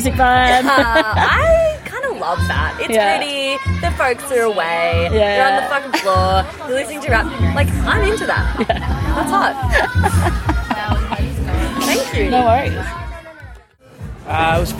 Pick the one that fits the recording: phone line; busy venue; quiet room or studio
busy venue